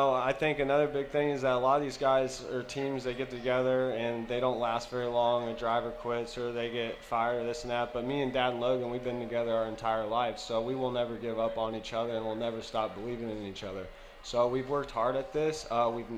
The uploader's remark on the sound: Live from the 5-hour ENERGY Knoxville Nationals